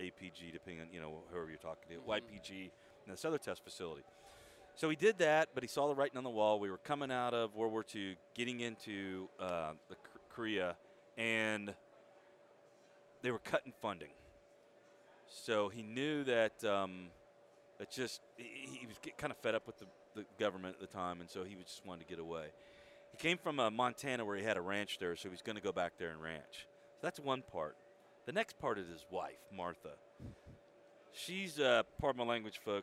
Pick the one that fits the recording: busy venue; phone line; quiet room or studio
busy venue